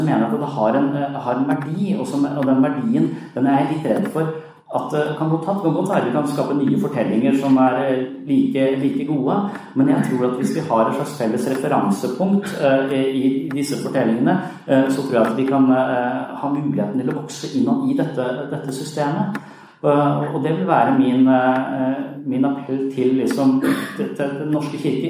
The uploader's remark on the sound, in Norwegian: I denne episoden gjester vi skeptiker uka på Universitetet i Agder i regi av Laget som er et kristent studentsamfunn. Vi skal spille inn en episode av «Pastoren og Psykologen» med publikum i salen.